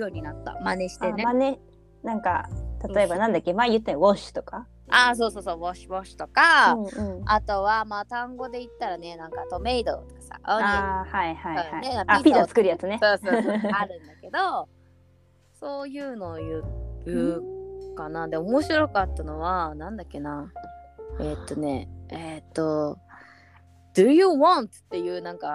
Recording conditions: drop-outs